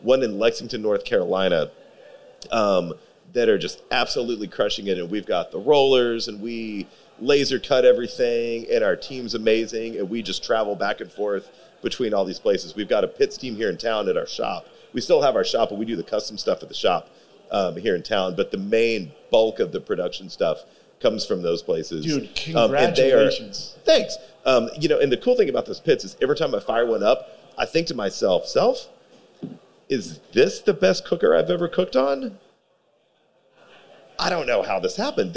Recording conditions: live audience